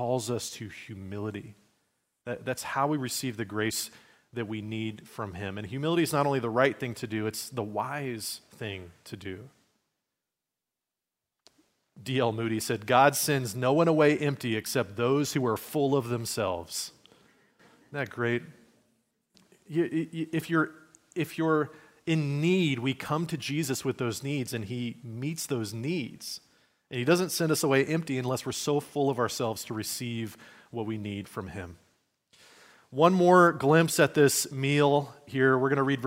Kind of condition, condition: setting, large echoing room